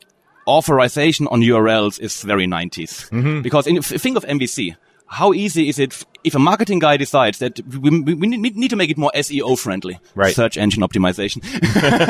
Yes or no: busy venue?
yes